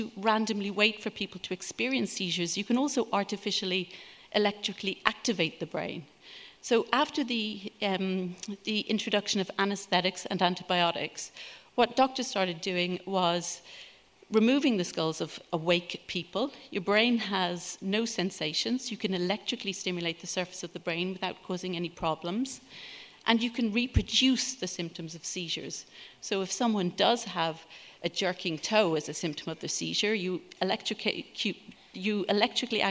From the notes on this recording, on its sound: Recorded at The Tabernacle in London in April 2018.